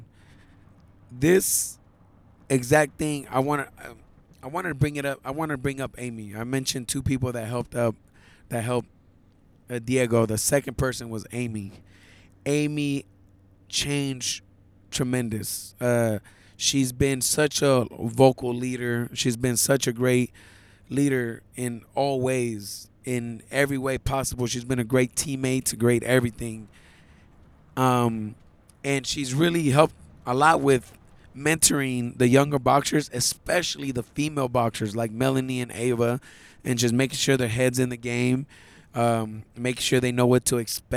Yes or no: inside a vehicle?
yes